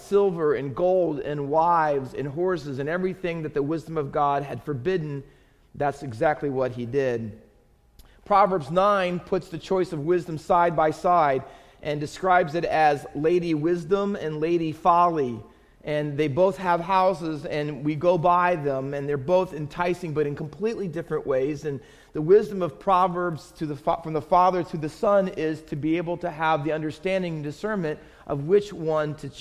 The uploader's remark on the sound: Faith Baptist Church in Hamilton, NJ.